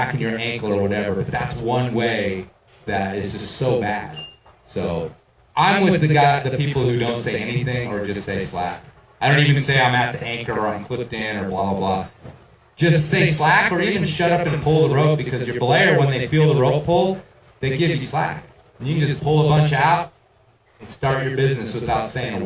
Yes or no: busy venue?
yes